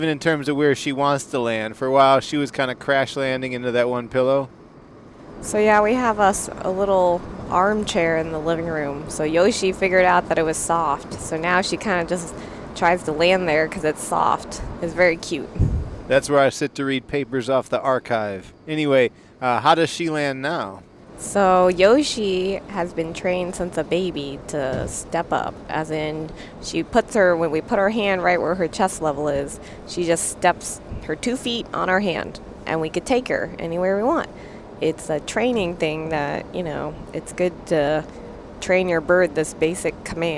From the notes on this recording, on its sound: On a long car ride